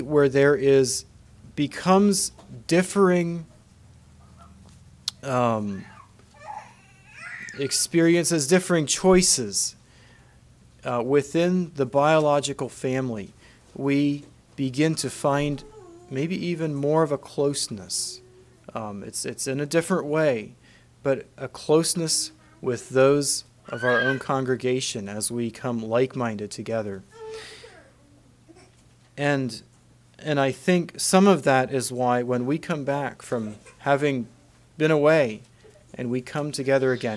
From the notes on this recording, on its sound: Message preached at Word Of Hope on July 23, 2023